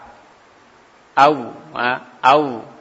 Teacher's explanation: kedua bibir dihimpun tidak merapat keluar huruf wawu. Nah, kedua bibir dihimpun tapi tidak merapat.